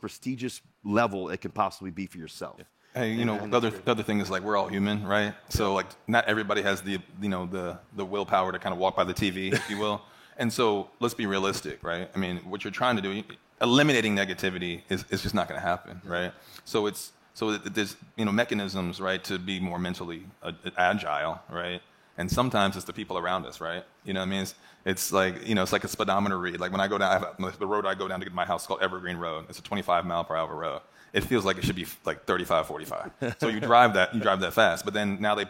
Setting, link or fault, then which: setting, busy venue